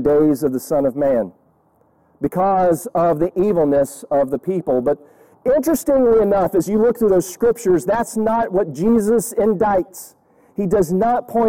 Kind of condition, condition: setting, outdoors